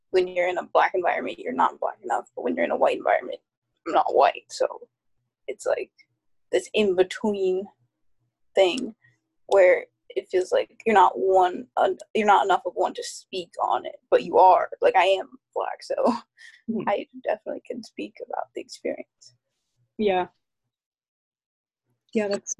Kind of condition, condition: link, video call